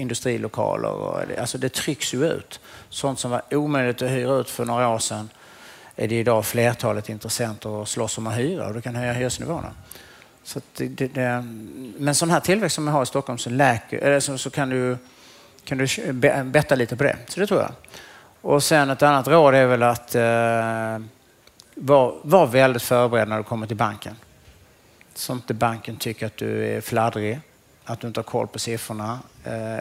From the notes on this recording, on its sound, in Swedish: Fastighetspodden live från Business Arena